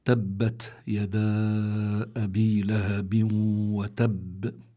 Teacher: تاء ساكنة بيكون فيها همس، يعني الهمس بيكون فيها ظاهر لأن التاء من حروفي فحثه شخص سكت، فحثه شخص سكت هذه حروف الهمس، والتاء إحدى هذه الحروف أو أحد هذه الحروف.